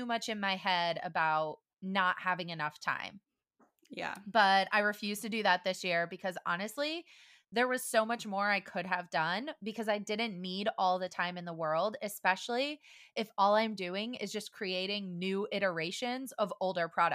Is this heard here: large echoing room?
no